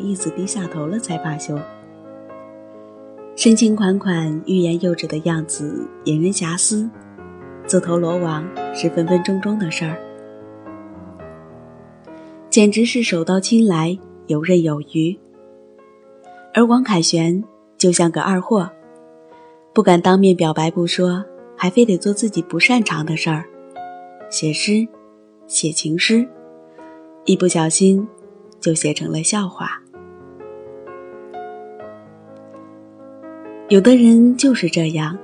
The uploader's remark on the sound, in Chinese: 手机录音